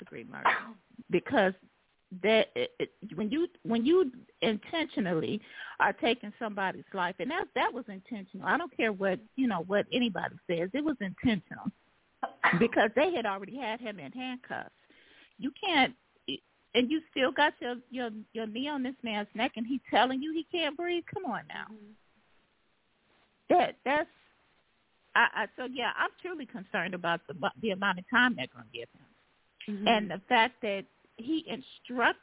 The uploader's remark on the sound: Your phone calls.